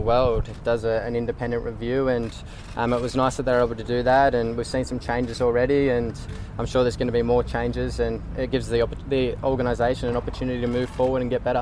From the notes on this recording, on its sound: press conference at the SCG